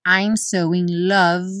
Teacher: o som termina no momento em que os lábios se encontram para fazer o M